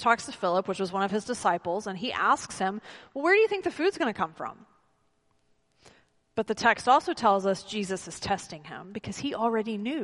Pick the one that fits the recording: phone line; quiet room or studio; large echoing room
large echoing room